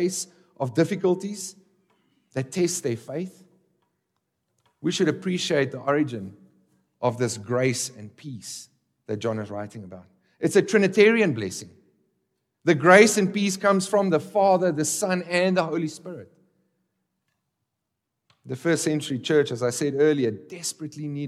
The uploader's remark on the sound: This exposition was recorded at the Johannesburg, South Africa 2023 Workshop.